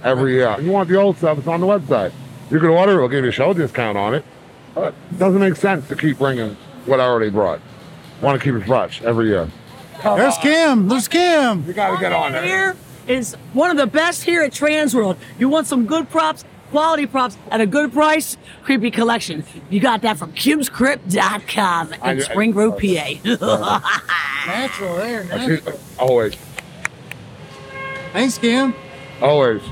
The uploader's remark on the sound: This interview was recorded during Transworld.